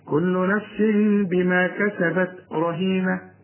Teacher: وبعد التنوين باء يحصل إقلاب للتنوين، نقلبه لميم ونخفيه ونغنه، كل نفس بما، ما تقفلش شفايفك هنا، كل نفس بما